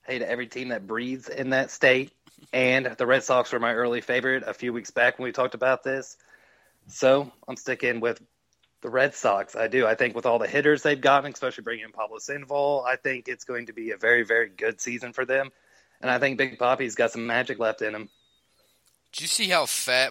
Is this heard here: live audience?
no